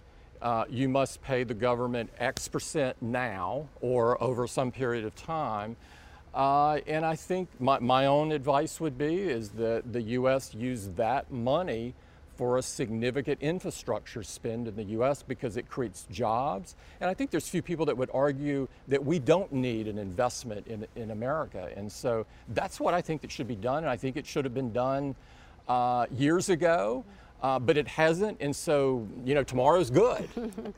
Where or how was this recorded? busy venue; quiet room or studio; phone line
busy venue